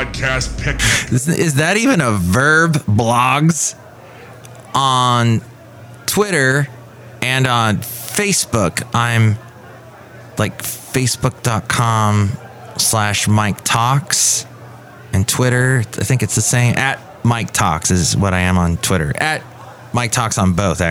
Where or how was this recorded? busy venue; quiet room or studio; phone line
busy venue